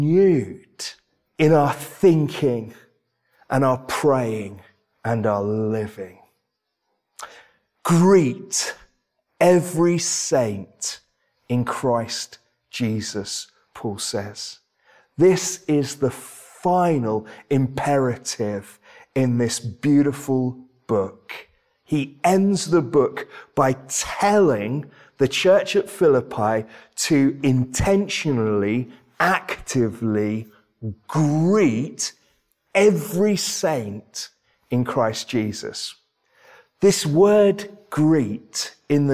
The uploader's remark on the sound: This sermon was preached at Welcome Baptist Church